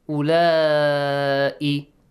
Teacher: You have to stretch it for 4, 5, 6 counts. · Term: Mad